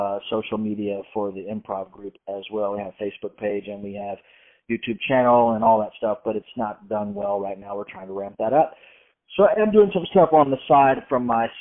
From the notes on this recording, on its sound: on the phone telling stories and laughing